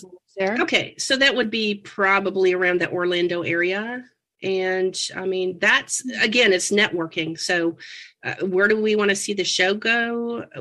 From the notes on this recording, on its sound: We apologize the audio is a bit wacky - we are all recording remotely.